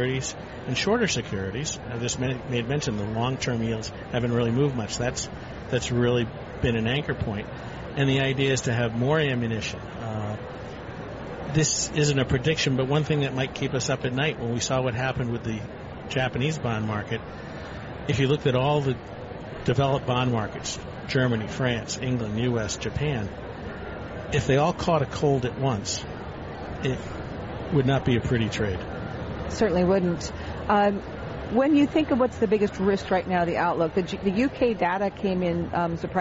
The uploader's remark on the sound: Live from the 2016 US Tennis Open.